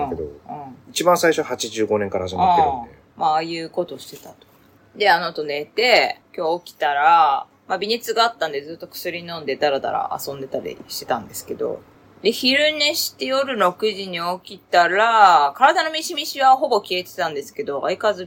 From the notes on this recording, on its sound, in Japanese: 試しに「ラウドネス（音圧）を自動的にノーマライズする」にチェック入れてみました。機材・設定： iPhone13「ステレオマイク」アプリ／iPhone マイク-前面（Cardioid）／ファイル形式 PCM44.1kHz 32bit Float。